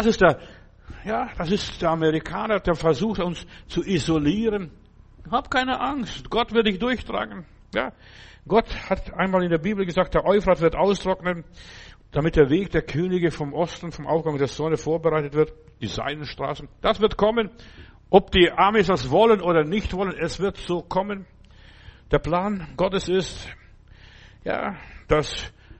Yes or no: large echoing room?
yes